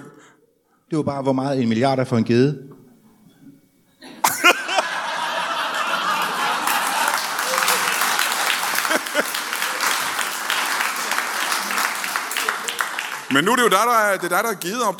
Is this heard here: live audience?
yes